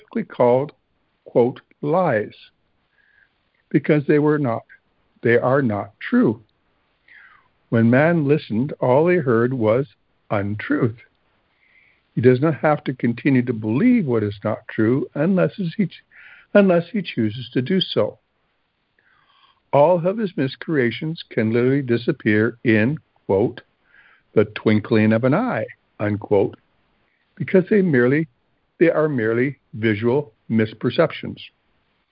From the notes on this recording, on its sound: ACIM Daily Conference Call.